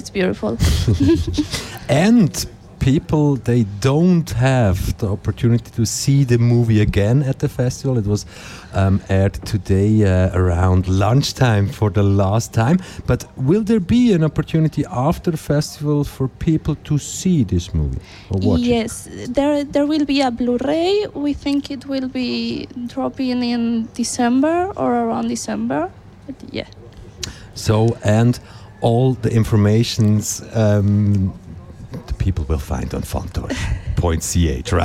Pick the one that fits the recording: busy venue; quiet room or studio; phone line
busy venue